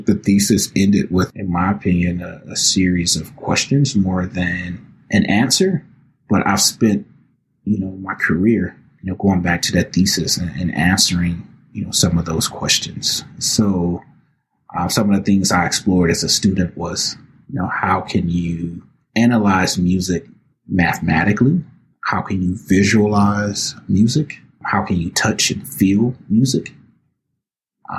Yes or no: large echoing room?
no